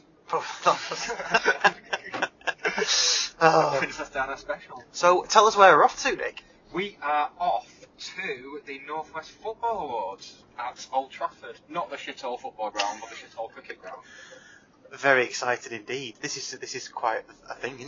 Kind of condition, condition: setting, inside a vehicle